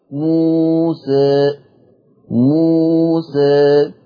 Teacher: هي لا منها مفتوحة قوي الألف ولا منها مملة قوي وسط. فلو أنا قلت مثلت بالفتح موسى، طب ميل بالألف شوية، موسى موسى للفتح أقرب، هي قريبة للفتح بس مش فتح، موسى ده اسمه تقليل.